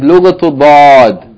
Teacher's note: Because no other language has this sound, the sound of the letter Vod. It is articulated by bringing the left side of the tongue close to the upper molars with velarization.